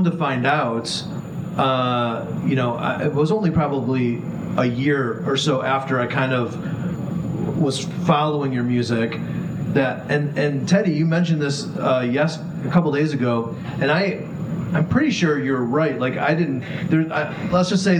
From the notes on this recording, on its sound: Recorded in historic music venue The Bitter End in NYC during the B2C Fan Weekend.